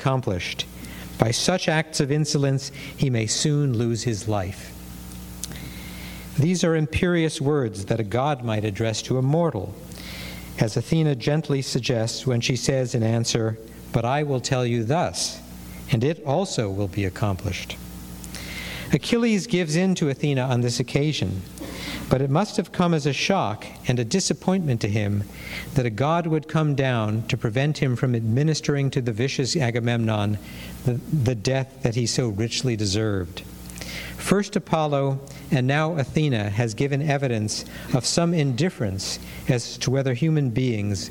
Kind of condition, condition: setting, large echoing room